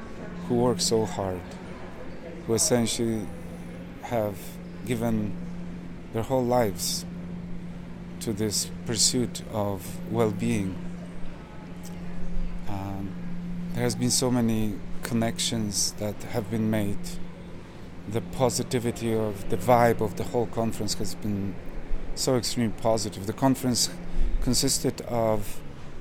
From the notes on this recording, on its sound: These interviews were recorded at the historic Psychedelic Science 2023 conference in Denver, the largest gathering to date of people who work on advancing the research, access, and legalization of psychedelic-assisted therapies. The interviews are unedited personal accounts.